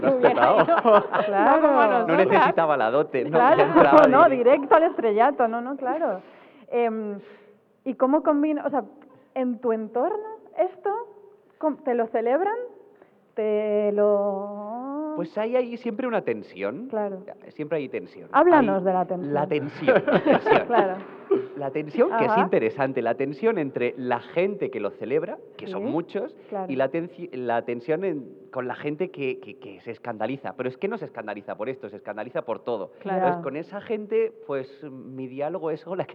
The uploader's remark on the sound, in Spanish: En este episodio grabado en rigurosísimo directo para #megustaspixelad en La Casa Encendida